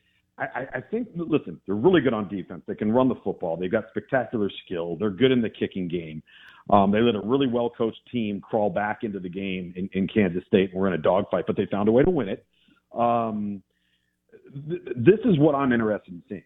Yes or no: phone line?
yes